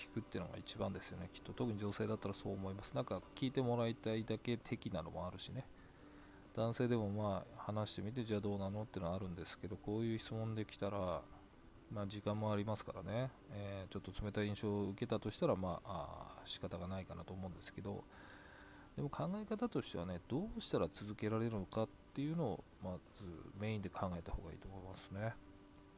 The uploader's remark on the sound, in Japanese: 深夜の収録なので全体的に小さめの音ですごめんなさい。